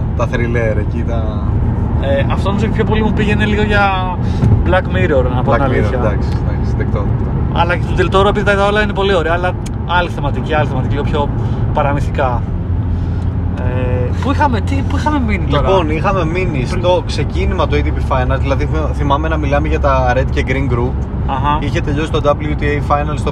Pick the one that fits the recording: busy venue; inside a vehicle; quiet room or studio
inside a vehicle